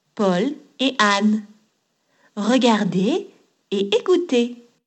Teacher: There is never any linking after ET, meaning and a following vowel sound.